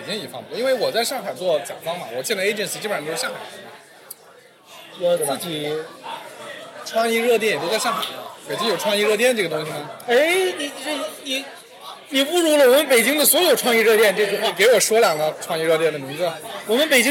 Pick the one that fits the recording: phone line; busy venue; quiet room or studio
busy venue